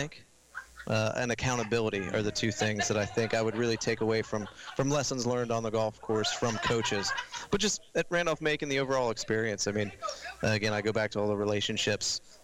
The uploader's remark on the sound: Recorded live at Sports Page Grille in Ashland, our live, local sports talk show on 102.9 The Mater from The RVA Sports Network.